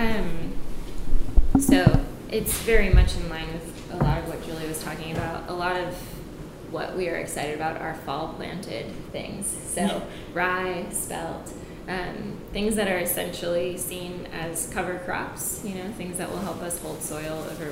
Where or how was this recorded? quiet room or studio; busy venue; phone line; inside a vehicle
busy venue